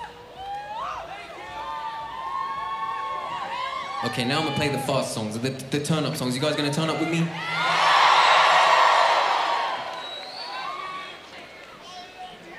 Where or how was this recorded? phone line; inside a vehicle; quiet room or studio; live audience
live audience